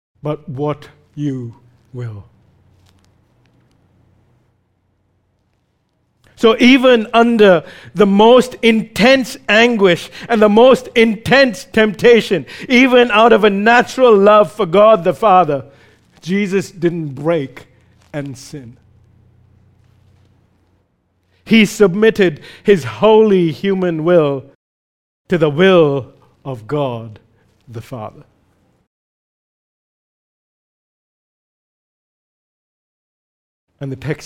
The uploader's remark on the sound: recorded live at Grace Community Bible Church